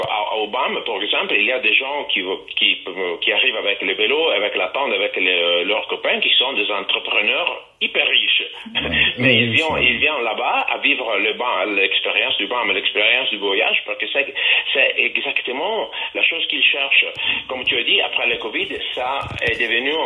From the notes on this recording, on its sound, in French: que j’ai pu interviewer par téléphone